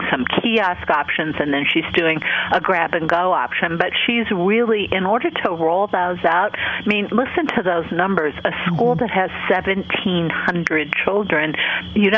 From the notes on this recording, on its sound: Asked listeners to call in about their favorite back-to-school innovations, and they did, from all over the country.